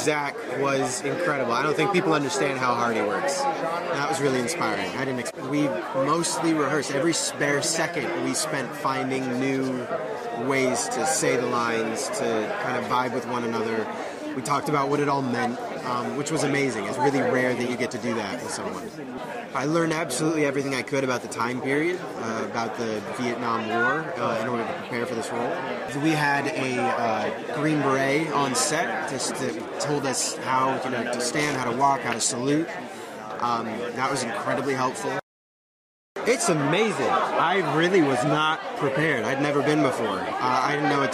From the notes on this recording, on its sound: At the Toronto International Film Festival, we spoke to the cast. At its premiere event.